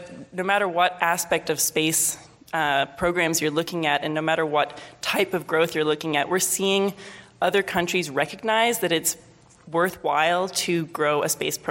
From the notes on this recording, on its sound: Panel discussion from the recent Canadian Science Policy Conference. Short questions and answer session. I would like to thank to Canadian Space Policy Centre for providing us this audio recording.